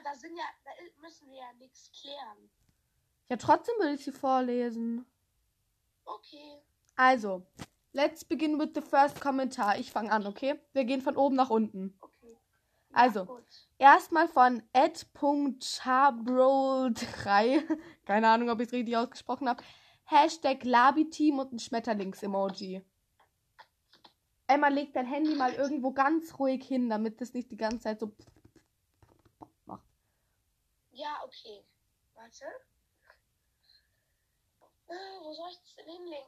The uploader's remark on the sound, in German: Sorry wenn die Tonqualität so schlecht ist.